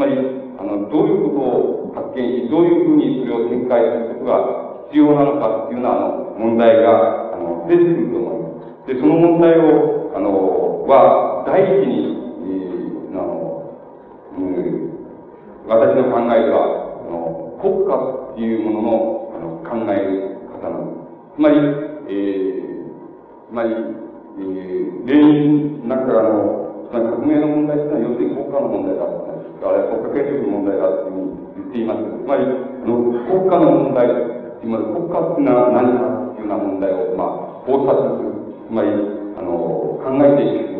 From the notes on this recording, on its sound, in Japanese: 場所：岐阜大学。明治大学駿台祭での講演。音源は客席から録音されたもので 音質はあまりよくない。